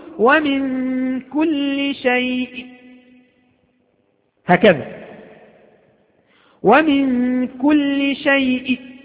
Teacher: فلذلك لما تأتي للروم ونحن نقول الروم كالوصل، فالوصل مع اللين، الوصل مع اللين ليس فيه مد، إذن فالروم أيضا ليس فيه مد، الروم ليس فيه مد